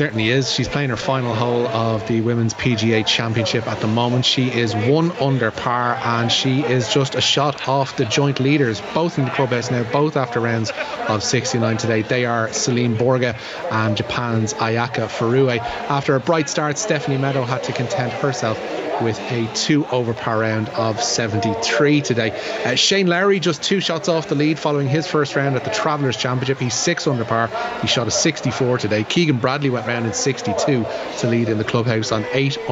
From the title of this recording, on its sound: Live from Tallaght Stadium